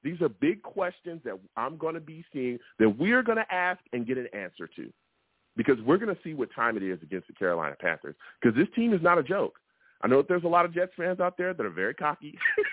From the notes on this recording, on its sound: I take live callers!